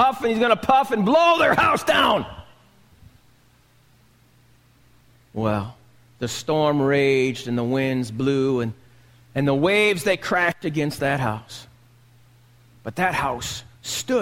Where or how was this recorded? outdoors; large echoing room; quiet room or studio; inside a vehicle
large echoing room